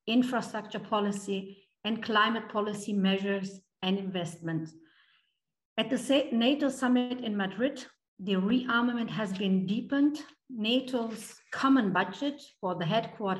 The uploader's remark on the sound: An online event as part of Arise 2022 - A Festival of Left Ideas.